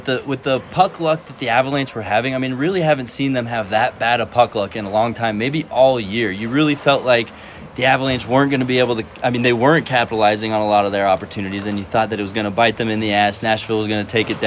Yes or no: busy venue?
yes